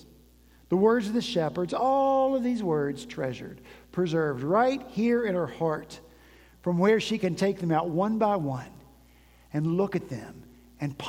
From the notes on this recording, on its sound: At Redeemer Presbyterian Church in Charleston, SC